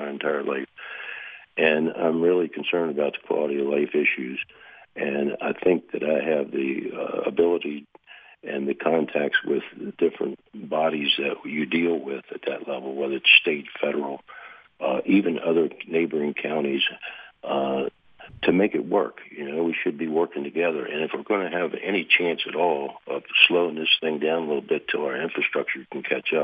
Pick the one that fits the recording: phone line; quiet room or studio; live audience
phone line